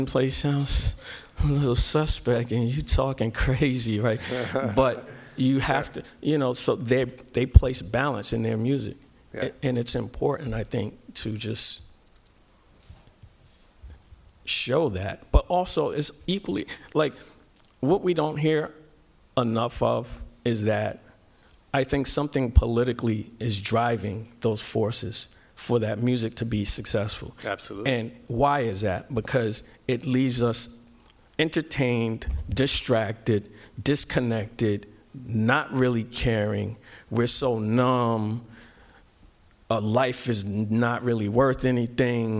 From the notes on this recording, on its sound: THREE YEAR ANNIVERSARY SPECIAL LIVE EPISODE. On stage at the LA Times Festival of Books: Newstory. This episode was filmed in front of a live audience.